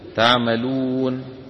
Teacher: تعملون، النون مفتوحة في الوصل، لو وقفنا تسكن النون فتصير تعملون · Term: السكون